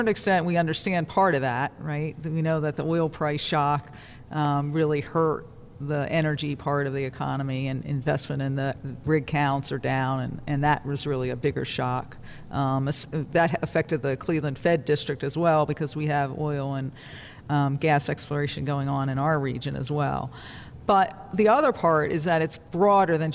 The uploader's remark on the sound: Live from the Federal Reserve Bank of Cleveland.